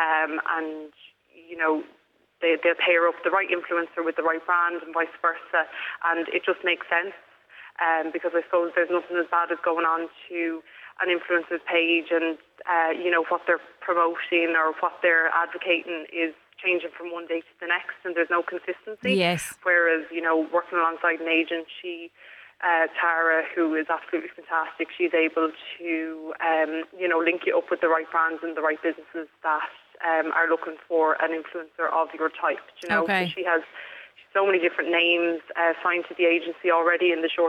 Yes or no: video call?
no